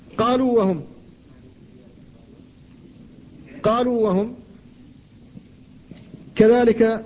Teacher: الواو هنا الأولى وهي واو الجمع ضمير الجمع حرف مد، والواو العاطفة التي بعدها مفتوحة ومع ذلك لا ادغام